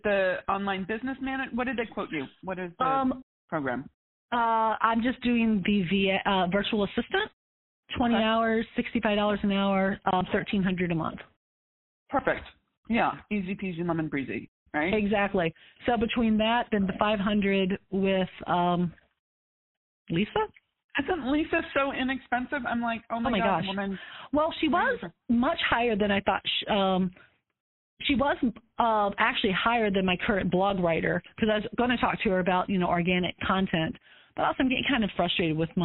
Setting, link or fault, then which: link, phone line